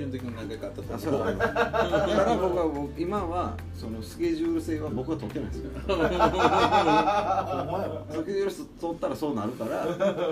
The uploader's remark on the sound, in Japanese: 神戸、SPACE DOG!RECORD(お店)より。